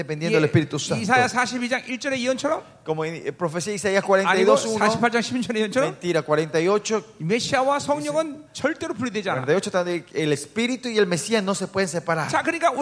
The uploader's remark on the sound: '23 Zoe Conference at Honduras